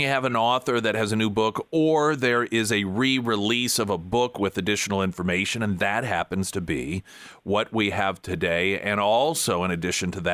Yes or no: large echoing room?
no